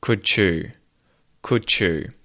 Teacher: When you place these together, the D and the CH join and it just sounds like ch